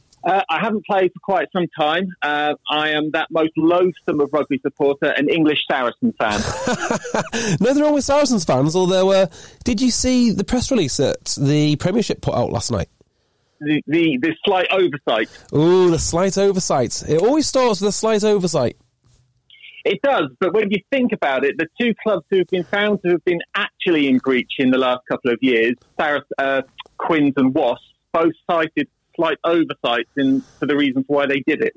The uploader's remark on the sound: Listeners call in to talk about rugby.